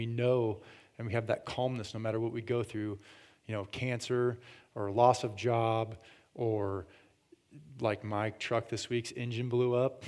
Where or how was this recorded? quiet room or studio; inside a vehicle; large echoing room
large echoing room